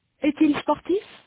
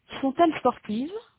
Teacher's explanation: Notez que dans les questions 2 et 4, il y a liaison du T de « est » et « son » avec la voyelle des pronoms « il » et « elle ». On prononce « est-il »,« sont-elles » avec un « te ».